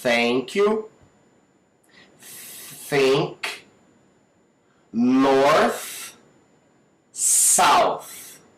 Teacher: Então, esse som é o som th. A gente não ouve, não existe uma vibração aqui nas cordas vocais.